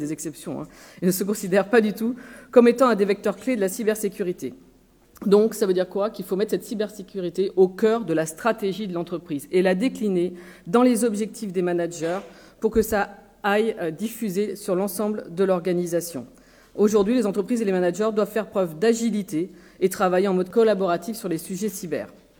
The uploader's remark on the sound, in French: Intervention lors de la conférence FNEGE-PwC du 6 juin 2019